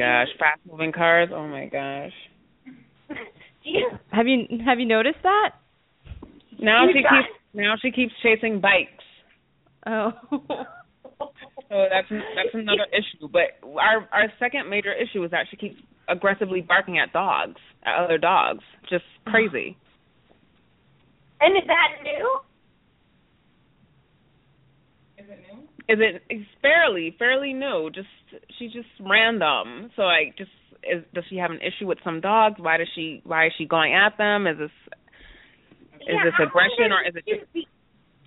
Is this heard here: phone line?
yes